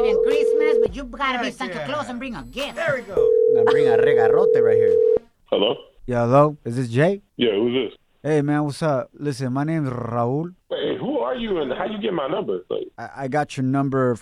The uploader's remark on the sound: We opened up the phone lines and asked our listeners the craziest thing they've done to get their exes jealous!